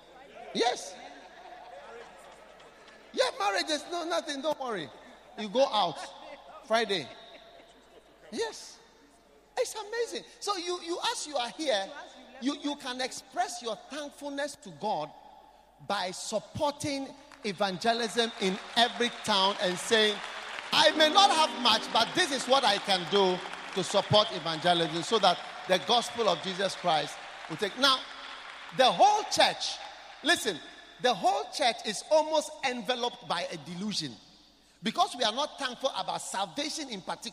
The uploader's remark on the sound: Preached at The Qodesh.